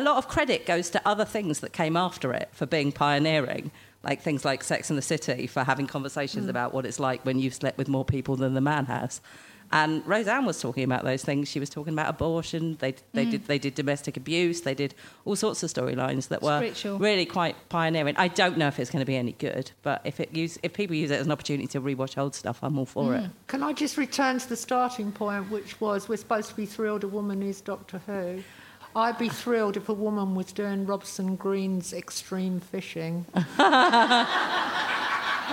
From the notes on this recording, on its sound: Recorded at the Leicester Square Theatre, London on July 18, 2017.